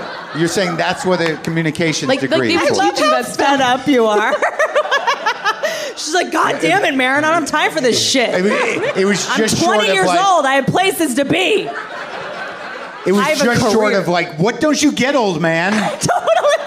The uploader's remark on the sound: Live From the LA Podfest